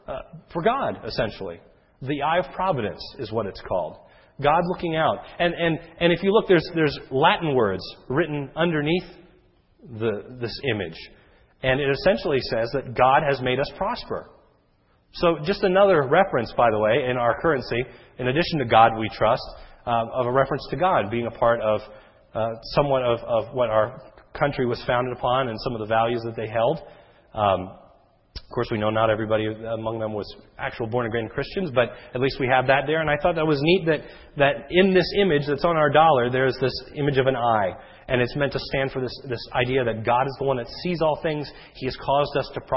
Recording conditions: large echoing room